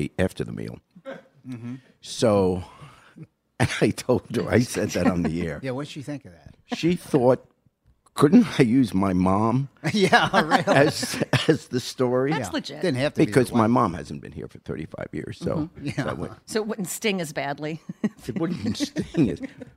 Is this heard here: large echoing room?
no